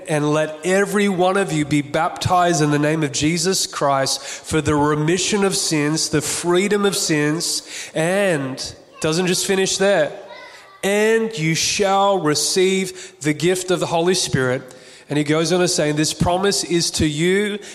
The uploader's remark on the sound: Recorded on June 5th 2022 at our Cafe Church style Sunday Service in Burleigh Waters Community Centre on the Gold Coast.